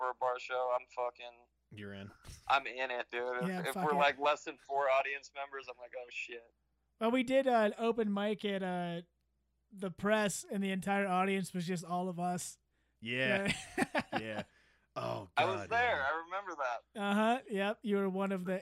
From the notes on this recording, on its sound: joined over the phone